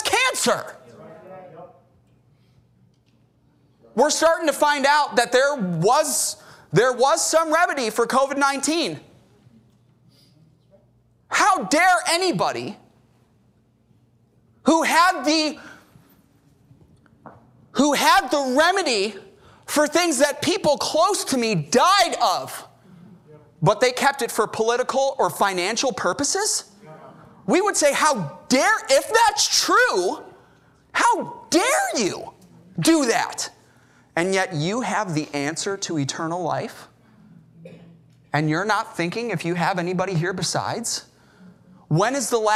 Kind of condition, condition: setting, large echoing room